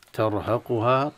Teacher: بعض الطلبة يخطئون في هذه الآية، وبالذات الأعاجم، بالذات الأعاجم، مثلا ترهقها طرهقها، يقلب التاء إلى طاء لأجل تفخيم الراء